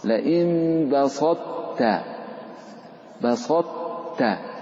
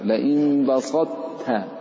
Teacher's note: فأولي مثل وجنس إن سكن، هذه الطاء مع التاء متجانسان مخرجهما واحد، فيلزم الإدغام أن تضغم الطاء في التاء، ولكن الطاء حرف قوي جدا وفيه صفة الاستعلاء تفخيم، وفيه صفة الإطباق، فأبق الإطباق، بين الإطباق عند نطقك في بسطت، فلا تقل لئن بسطت فتعدمها، وإنما أبق الإطباق لئن بسطت بسطت.